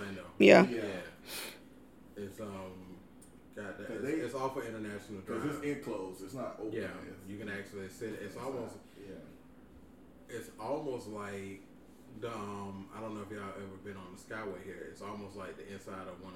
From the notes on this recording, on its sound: in the mist of our technical difficulties